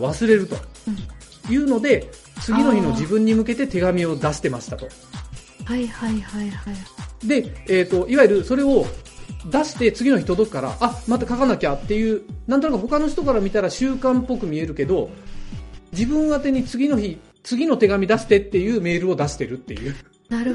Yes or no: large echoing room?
no